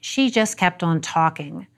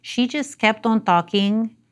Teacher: In Latino varieties, syllables are more evenly distributed. · Shown in: second take · the ta of talking is actually longer and louder than the other syllables · Term: syllable-timed